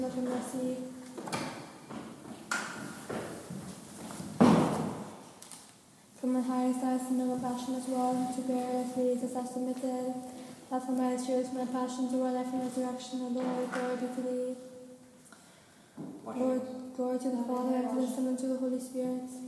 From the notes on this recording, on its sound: A private recording of the Divine Liturgy at St. Nicholas Orthodox Church in McKinney, Texas.